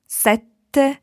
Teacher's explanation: you need to be very short on your E to allow a very long T sound · Term: double T